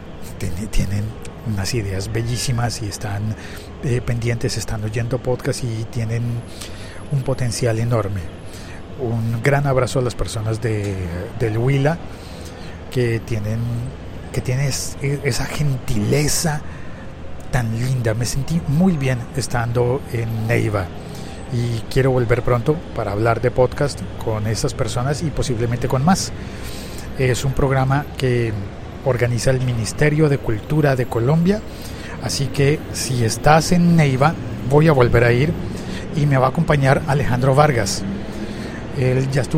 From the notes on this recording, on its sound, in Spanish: grabo este episodio en directo desde Gran Vía, en Madrid, España.